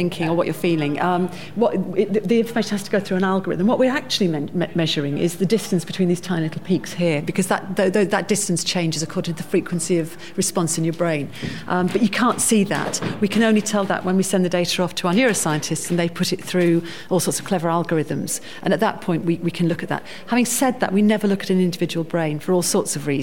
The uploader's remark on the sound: Explore all the sounds of Nonference in true binaural style in this special one off episode produced in partnership with Acast. From our first ever Nonference at London’s Tobacco Dock.